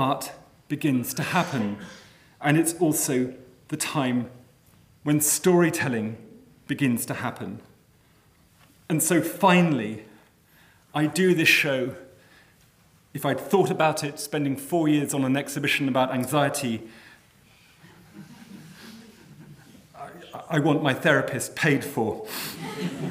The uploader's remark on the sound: The lecture took place at Queen Mary University of London, Arts Two Lecture Theatre, Mile End Road, E1 4NS, on the 23rd of March 2017 at 6.30pm.